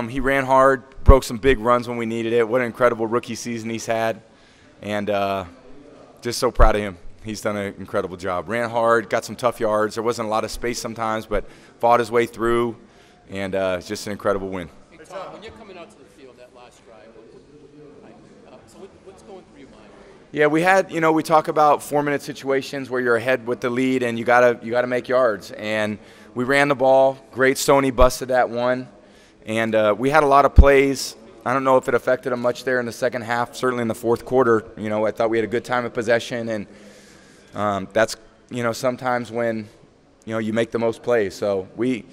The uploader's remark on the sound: Super Bowl LIII Press Conference